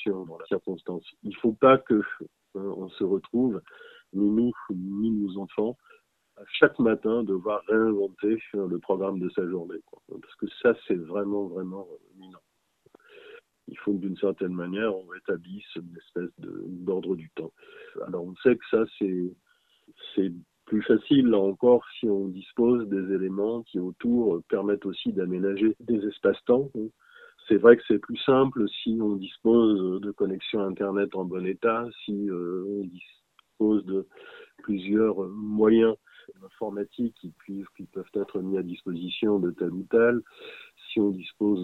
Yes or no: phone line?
yes